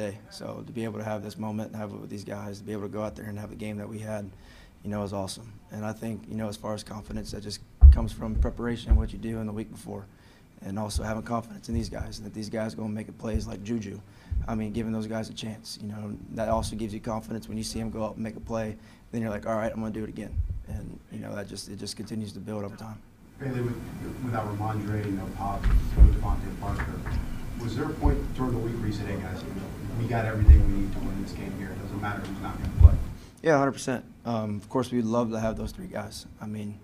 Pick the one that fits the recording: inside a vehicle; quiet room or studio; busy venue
busy venue